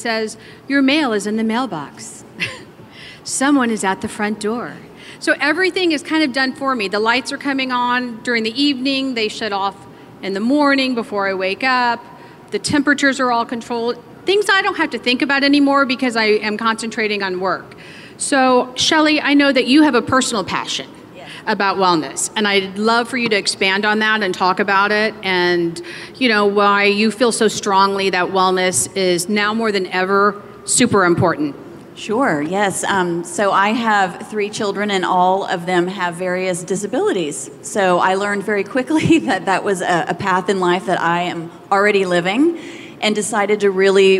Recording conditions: busy venue